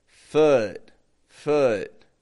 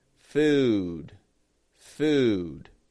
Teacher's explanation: Sometimes we keep the lips totally neutral, keep the jaw very close together, and we get foot, foot, instead of food. The tongue's just flat, kind of resting, resting on the bottom teeth, and the teeth are close.